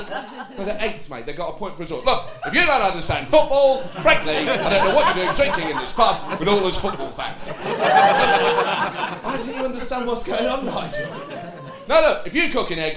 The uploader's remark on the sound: Recorded live at the St James Theatre.